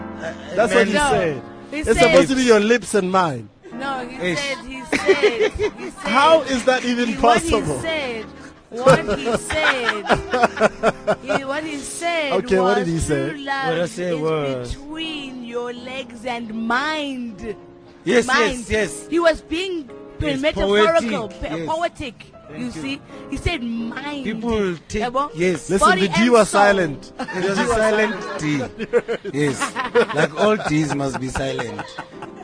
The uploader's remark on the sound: Coming to you live from the Sandton Convention Centre from The My World of Tomorrow expo